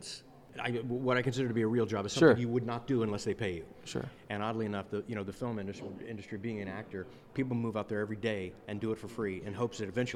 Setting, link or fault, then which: setting, busy venue